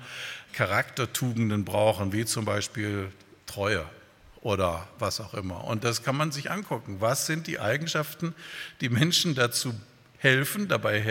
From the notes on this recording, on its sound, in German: bei einer Veranstaltung der Liebenzeller Mission